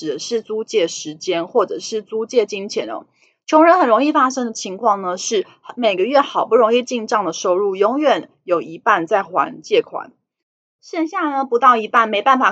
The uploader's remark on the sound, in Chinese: 本集有些許雜音，已亟力避免，如有察覺請多多包涵